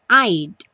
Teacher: esse D quase não aparece